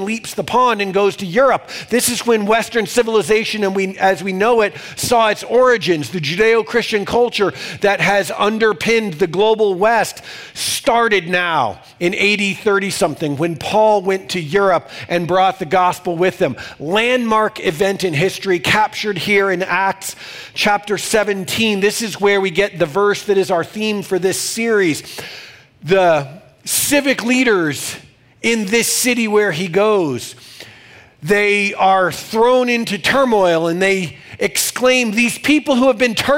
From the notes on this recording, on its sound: These messages are recorded during our weekend services in Denver, Colorado.